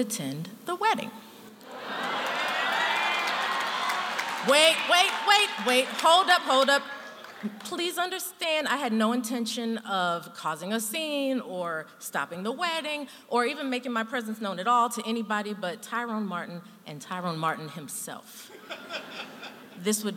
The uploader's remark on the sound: true stories told live on the Story District stage